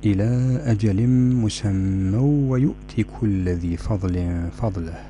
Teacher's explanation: عندما تقفي على مسمى فتقفي بالألف، ولكن في الوصل يعمل هنا التنوين